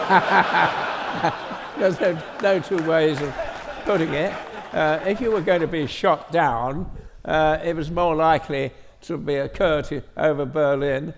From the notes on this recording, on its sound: on stage at We Have Ways Fest